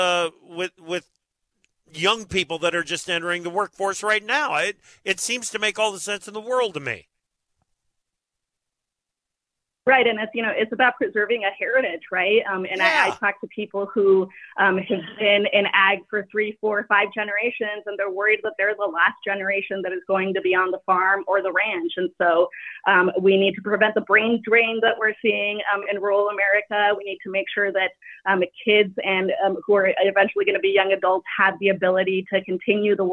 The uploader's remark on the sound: calls in from Hanover, Germany where he is attending Agritechnica